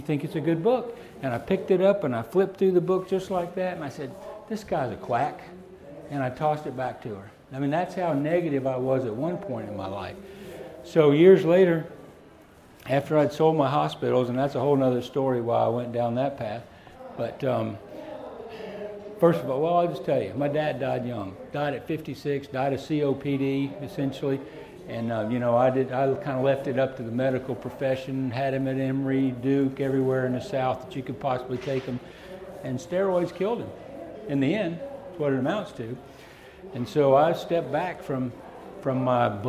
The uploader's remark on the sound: Mineral Wise and Salt Poor (Fall 2017 Equine Affaire). Seminar/Discussion recorded live from the Fall 2017 Equine Affaire in Springfield MA.